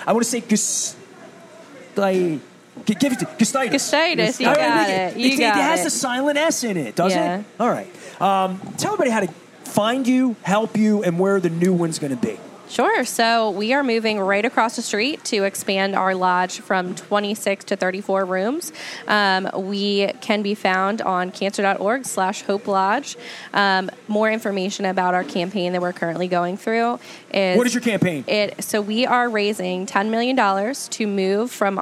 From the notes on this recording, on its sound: at Faidley's Seafood in Lexington Market